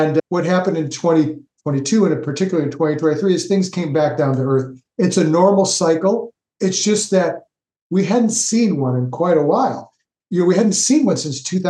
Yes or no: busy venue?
no